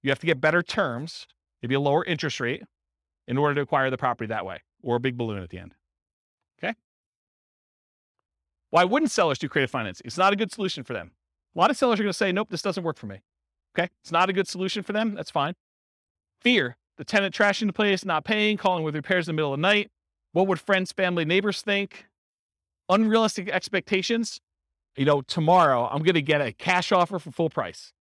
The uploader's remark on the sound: This was a live class recorded